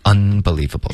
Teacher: She is unbelievable. Un 发成了 un，用了一个后鼻音，应该是顶舌尖的 unbelievable